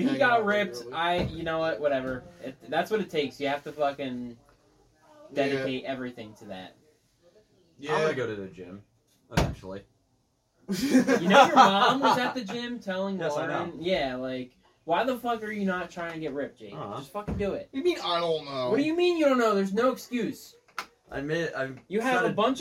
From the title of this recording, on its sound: Outdoor bar edition